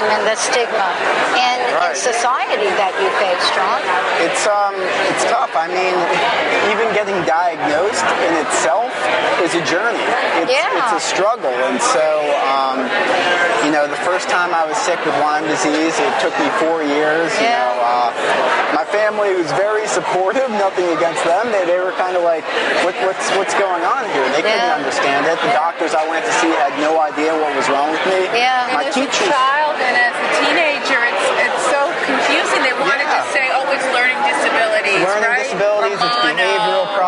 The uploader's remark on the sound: Lyme from New York it's Thursday Night Tick-Borne Disease Alliance Benefit. Attending the Tick-Borne Disease Alliance Fundraiser Masquerade Ball live in New York City.